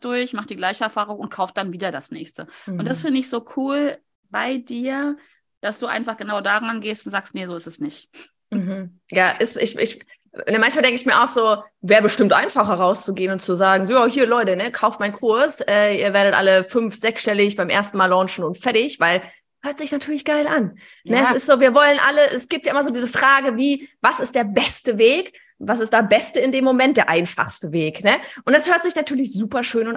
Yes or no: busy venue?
no